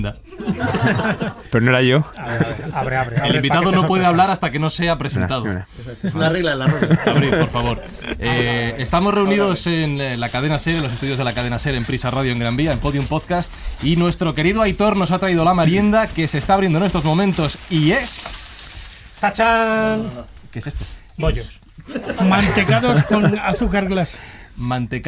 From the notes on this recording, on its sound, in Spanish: grabado con presencia de público